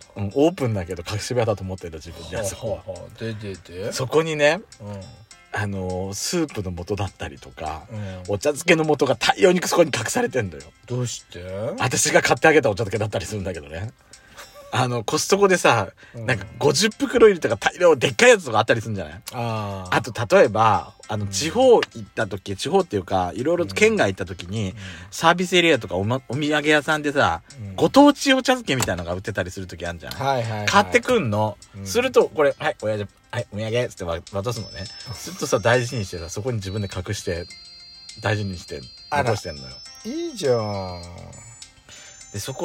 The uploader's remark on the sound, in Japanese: From Radiotalk。パーキング収録。